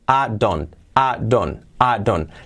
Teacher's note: Ahora vamos a ver la unión de palabras que aquí en esta frase se ve mucho. I don't, vamos a hacer ese I como una sola A.